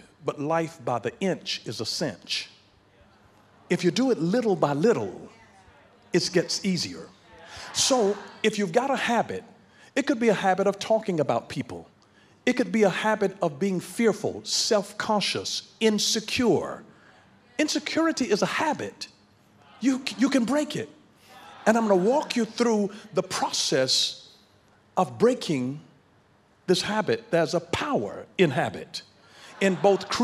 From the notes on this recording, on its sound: in Heart of God Church's youth service.